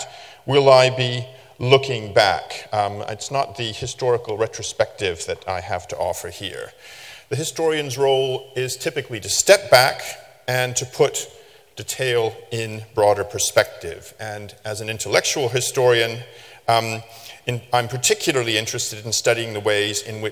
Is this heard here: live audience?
yes